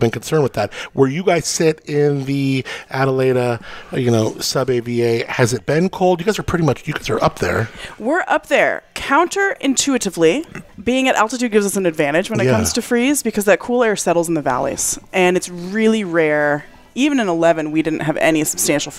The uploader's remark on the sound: Takes you straight to the heart of the action at the Paso Wine Harvest Party. Recorded amidst the gorgeous surroundings of Fabelist Wine Company.